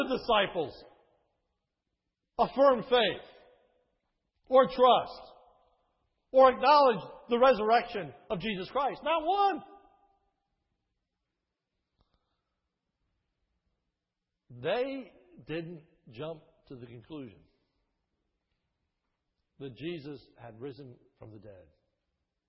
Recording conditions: large echoing room